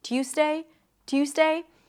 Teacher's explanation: And then it's a Z sound, tues, not an S, tues, day, Tuesday, Tuesday. However, sometimes people might devoice the Z sound and it might sound closer to an S.